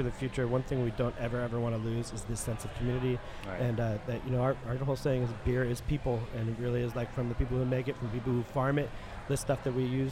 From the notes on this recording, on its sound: LIVE at Fifth Hammer Brewing NYC. It is the boys first brewery live show and first in the NYC area.